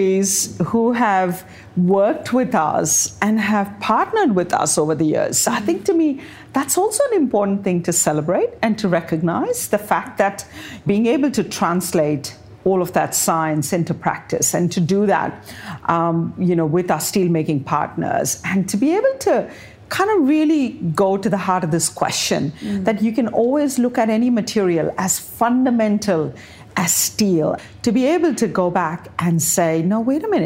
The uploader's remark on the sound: Recorded live in conversation. At Powerhouse Ultimo.